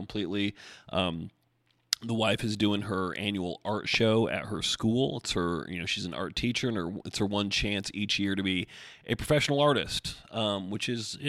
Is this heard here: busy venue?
no